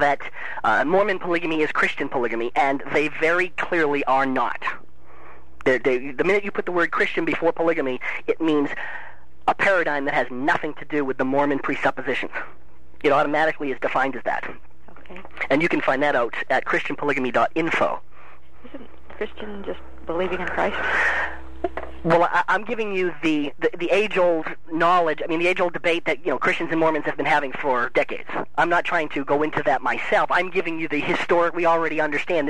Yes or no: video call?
no